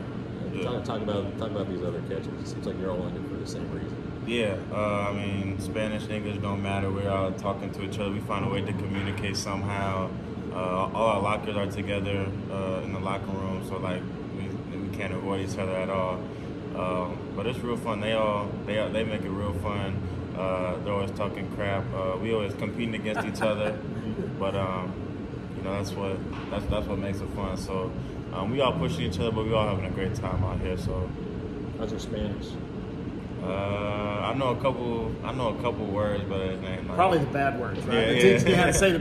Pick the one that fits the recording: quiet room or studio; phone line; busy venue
busy venue